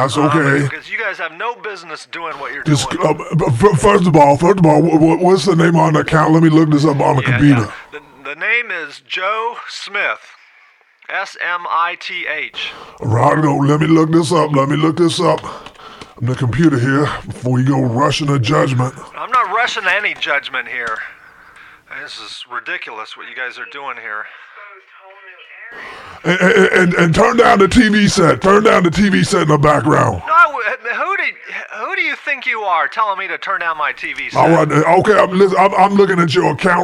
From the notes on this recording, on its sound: Prank Phone Calls